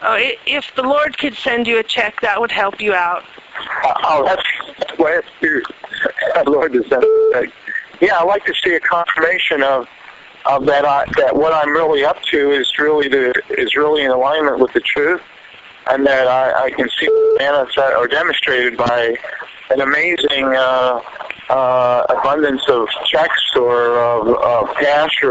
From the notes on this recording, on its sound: "prayer check" from archive.org was assembled into the "RBCP's Personal Prank Phone Calls Collection" podcast by Fourble.